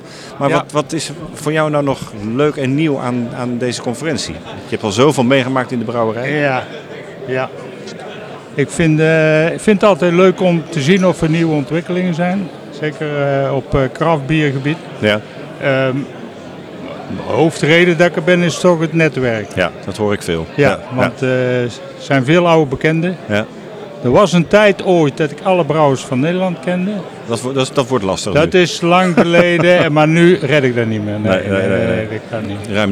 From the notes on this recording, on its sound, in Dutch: Dutch Craft Beer Conference 2024. Tijdens de 8e Dutch Craft Beer Conference (1 februari 2024) in Den Bosch.